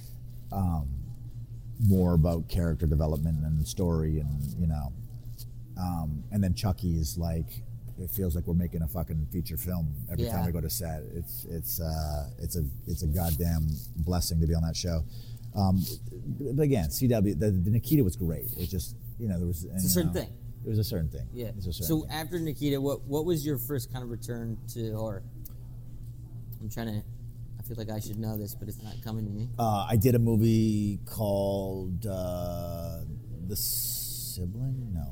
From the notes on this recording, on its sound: Now most listeners of the show will be aware that our guests are generally joining us remotely. At a later date we recorded our talk in a restaurant so you will hear a bit more background than usual.